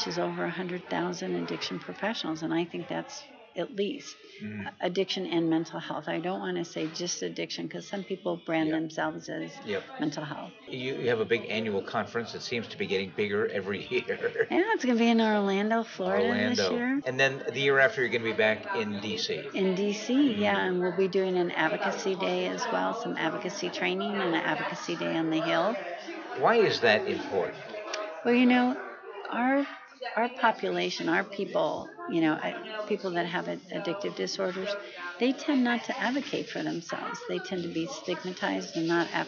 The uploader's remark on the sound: At the 45th Annual TAAP Conference in September 2019.